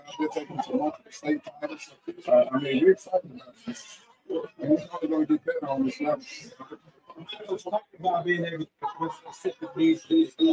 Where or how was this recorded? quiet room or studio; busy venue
busy venue